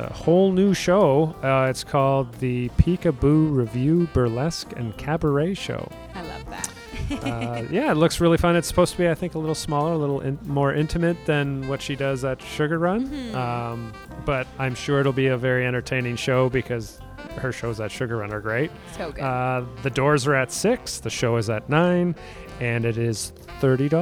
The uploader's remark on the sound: LIVE at The Lokal Lounge